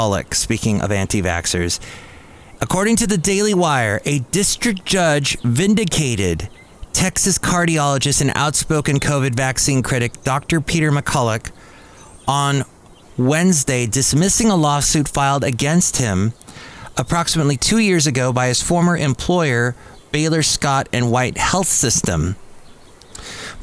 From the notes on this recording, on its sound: podcasts live from Cafe Anyway